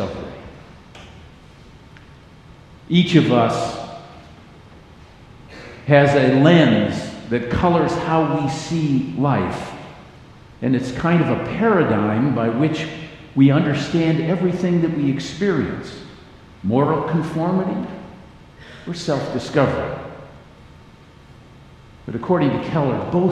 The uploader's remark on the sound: Message on a familiar scripture text was delivered during the Traditional Worship service.